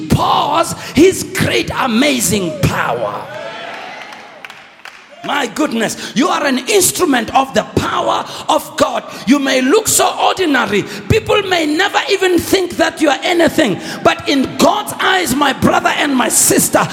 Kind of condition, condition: setting, large echoing room